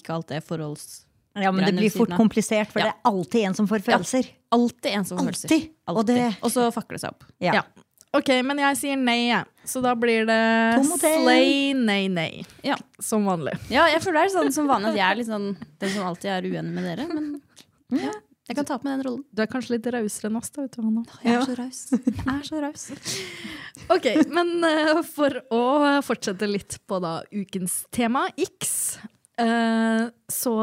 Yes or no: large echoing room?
no